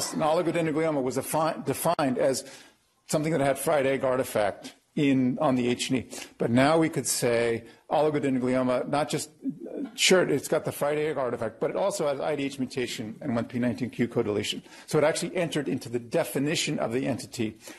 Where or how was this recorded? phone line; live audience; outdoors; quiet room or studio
live audience